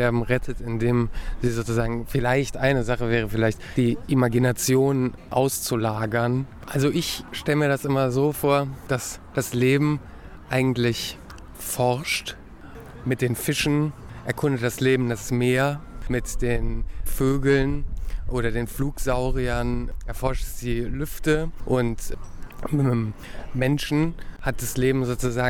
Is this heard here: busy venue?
yes